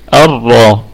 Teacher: الراء طبعا مشددة لأنها مدغمة في اللام، وهي مفخمة لأنها مفتوحة